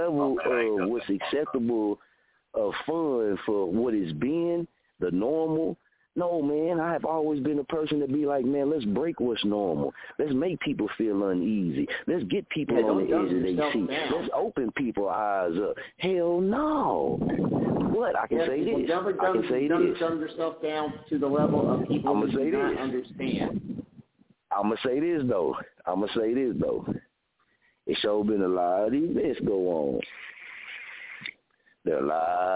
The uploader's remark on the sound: Guest Caller calling into the show tonight!!!!